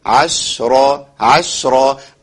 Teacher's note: طيب، فانفجرت منه 12 عينة، كتير من الناس يقول عشرات وهي هنا ساكنة، يبقى ايه؟ عشرة عشرة، ابين الشين بالتفشي بتاعها عش، وابين ايه الراء المفخمة